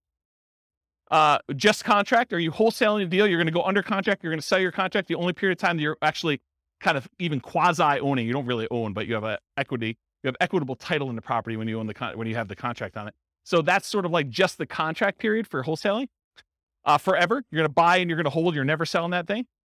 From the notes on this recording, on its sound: Real estate entrepreneurs in Warren, Michigan. This was a live class recorded. Live in-person version.